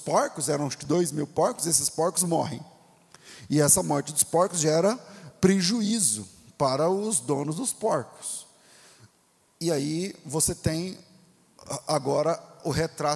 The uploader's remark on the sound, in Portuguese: Culto Ao Vivo